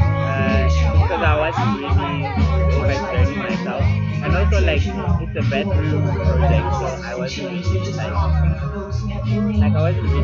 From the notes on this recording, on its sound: Every last Sunday of every month at Botaki Ba Afrika they host an open Mic session that they call the Jam Session. The place is an amazing hive of activity that is timid with youthful enthusiasm and excitement. Apologies for the sound that has swallowed the conversation, however, on the bright side the music captured I hope it tickles your fancy and takes you to the Jam Session.